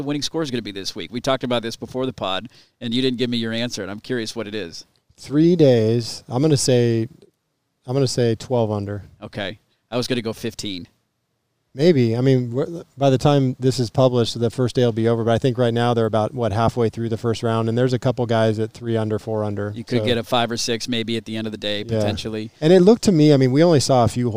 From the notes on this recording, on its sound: Live out at Pumpkin Ridge for the opening round of the LIV tournament. A historic day for golf in Portland.